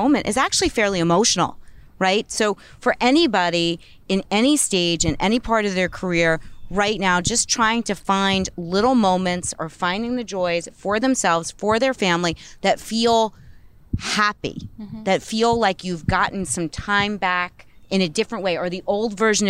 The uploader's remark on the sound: Bell Works How it WORKS Live. Chatting on the gorgeous back deck of Bell Works in Holdmel, NJ.